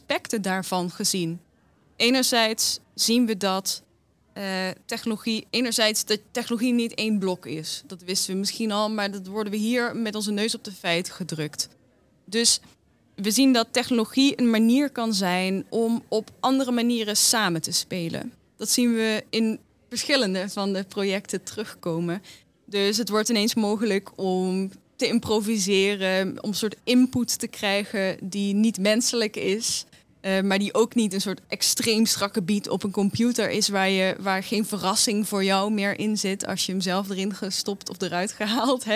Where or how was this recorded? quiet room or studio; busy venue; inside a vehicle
busy venue